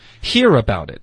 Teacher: Hear about it,不是 hear about it.我们的重音是 hear,而不是 about